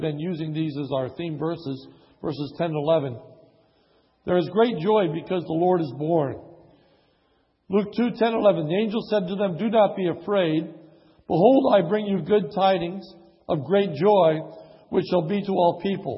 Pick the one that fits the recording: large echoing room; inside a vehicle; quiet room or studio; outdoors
large echoing room